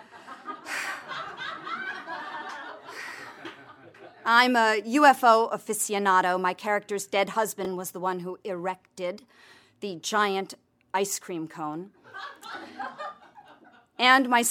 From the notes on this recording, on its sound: recorded at one of the earliest Afterbirth shows in Los Angeles in 2006.